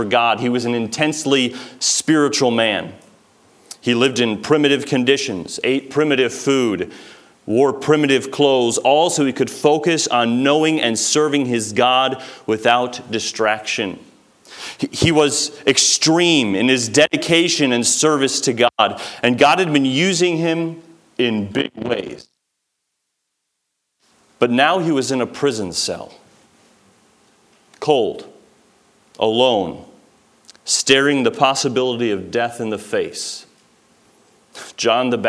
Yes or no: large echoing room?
yes